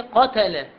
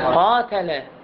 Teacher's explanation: إذا أجى ألف بعده هاي حركة الفتحة راح تضاعف، تكون ضعف بمقدار حركتين · Shown in: second take